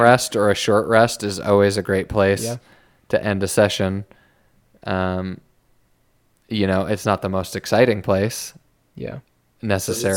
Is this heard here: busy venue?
no